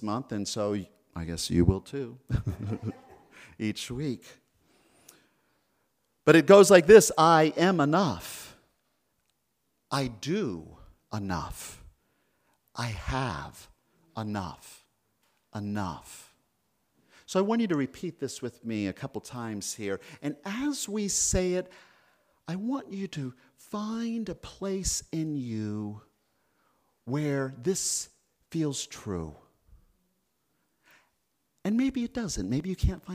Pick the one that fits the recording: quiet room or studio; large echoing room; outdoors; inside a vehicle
large echoing room